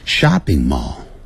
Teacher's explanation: 那 shopping mall 的声音呢在 shopping 比较高 mall 那就比较低